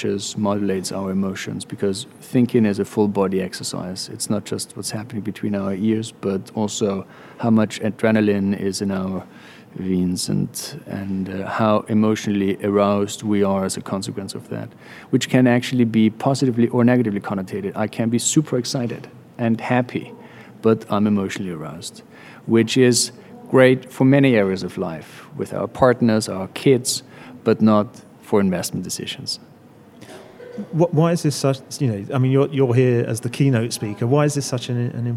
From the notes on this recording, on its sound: Recorded in partnership with CFA UK from their conference in London. We interviewed the five speakers from the event.